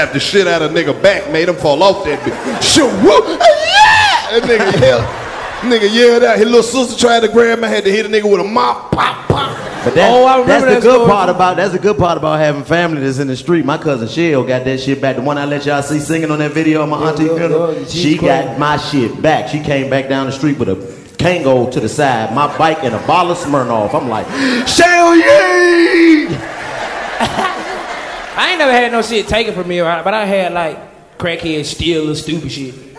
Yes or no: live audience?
yes